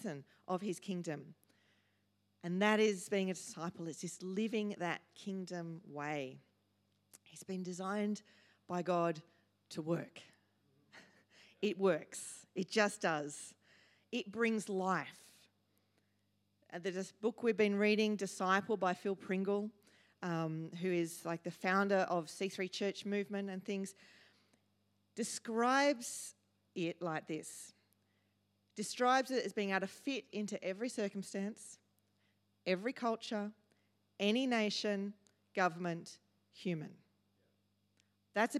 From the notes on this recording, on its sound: first preached in C3 Bathurst on 22 October 2023